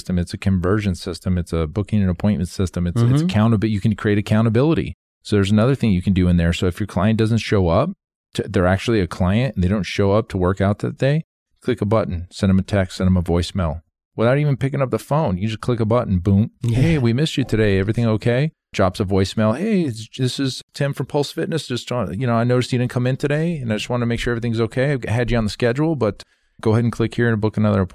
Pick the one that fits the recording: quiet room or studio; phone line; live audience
quiet room or studio